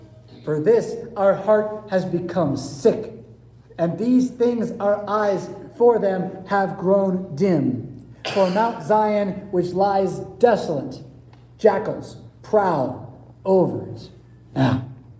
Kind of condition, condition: setting, large echoing room